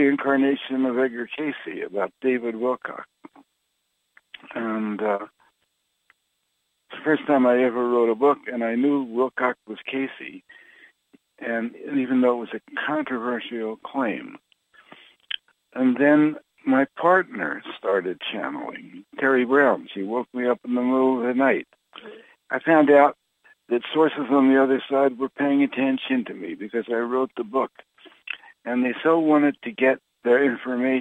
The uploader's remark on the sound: Conference Call LIVE